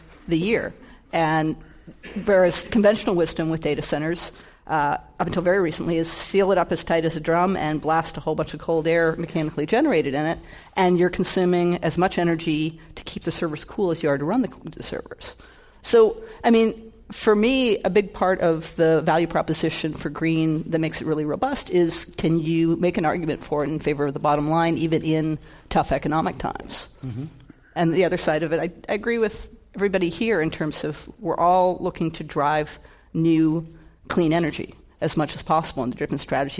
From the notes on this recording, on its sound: This program was recorded in front of a live audience at the Commonwealth Club of California on March 3, 2015.